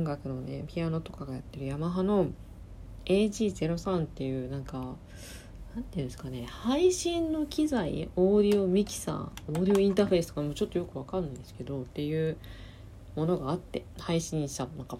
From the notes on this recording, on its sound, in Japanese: スピーカーモードの収録です。